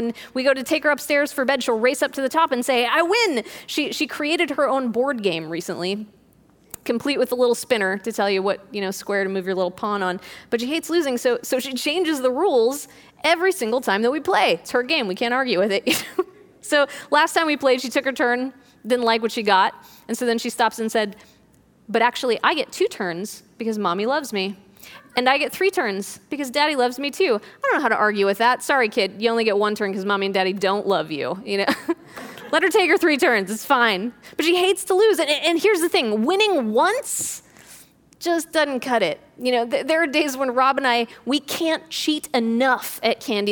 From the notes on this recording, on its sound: This audio was recorded at our Thursday service on March 12th, 2020.